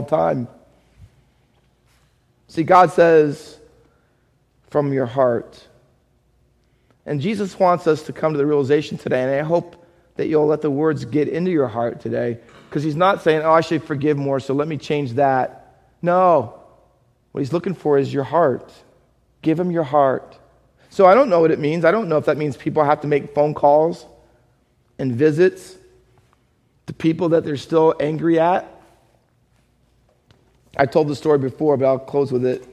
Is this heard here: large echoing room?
yes